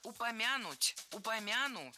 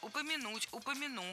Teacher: Ударение в этом глаголе ставится на последний слог. · Shown in: second take